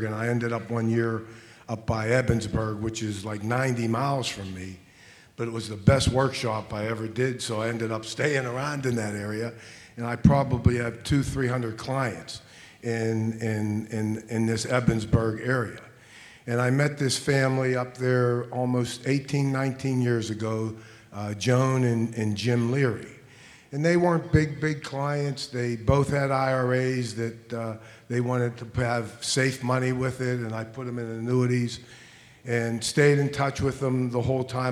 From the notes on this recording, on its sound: Coming to you from the 2023 Mastermind Collegium in Cleveland. Talks with the top four advisors on the C2P leaderboard in this panel.